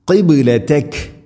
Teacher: ഖിബ് ബാ ശരിക്കും കേൾക്കണം, ഖൽഖല ചെയ്യണം. ഖിബ്ലതക് അവിടെ നിർത്തുന്ന സമയത്ത് ഖിബ്ലതക് ക കി കു എക് ഈ ഒരു ശബ്ദം ഖിബ്ലതക് ഇങ്ങനെ വരണം.